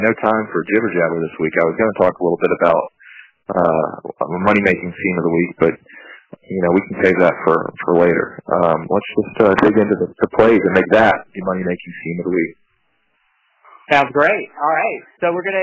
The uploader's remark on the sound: Audio Quality = Bad. Long distance phone call so we don't want to make your ears bleed.